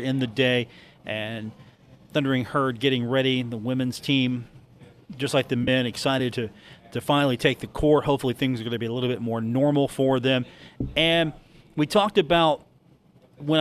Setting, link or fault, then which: setting, busy venue